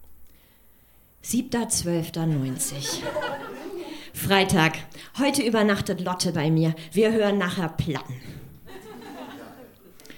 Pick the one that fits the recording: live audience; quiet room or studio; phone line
live audience